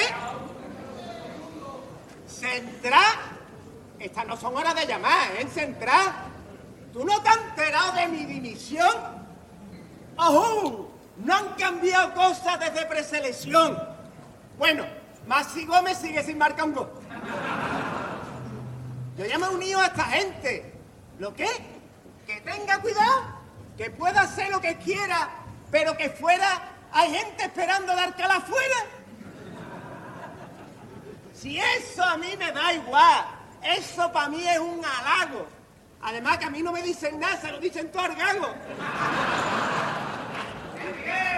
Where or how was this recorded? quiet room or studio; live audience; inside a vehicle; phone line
live audience